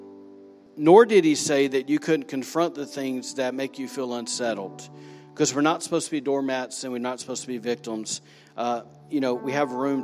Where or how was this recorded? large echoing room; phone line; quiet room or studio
large echoing room